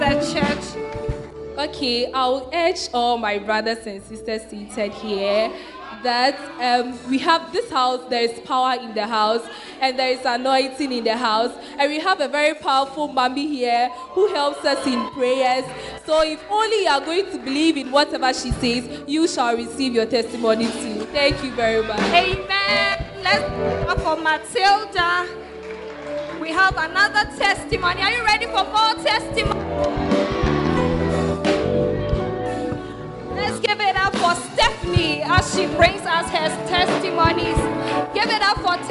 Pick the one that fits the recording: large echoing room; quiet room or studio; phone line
large echoing room